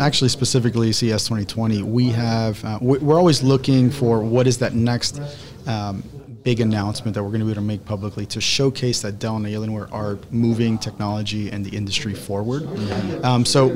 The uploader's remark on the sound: This week’s episode was recorded live at CES 2020.